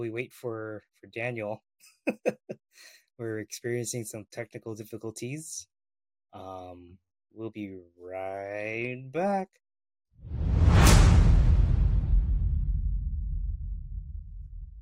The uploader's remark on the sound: we apologize for the sound quality.